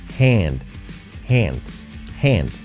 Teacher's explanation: Y la A es un poco ea, ea